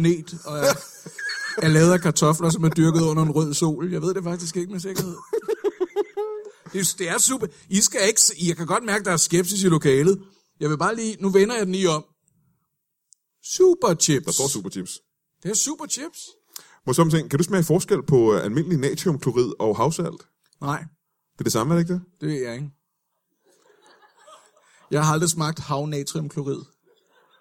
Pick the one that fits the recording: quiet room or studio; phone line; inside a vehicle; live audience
live audience